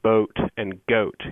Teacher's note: in the Midland and also in the south, as a matter of fact, these vowels are pronounced much more towards the front or middle of the mouth. So instead of something like O, as in boat and goat, in southern Iowa and the Midland region, it's more likely to sound more like boat and goat.